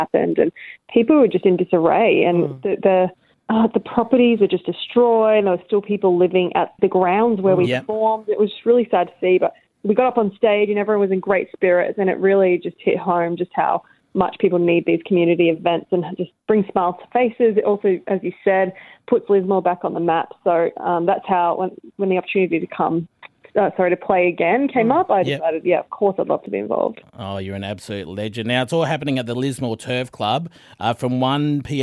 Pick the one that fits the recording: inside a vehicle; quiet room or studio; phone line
phone line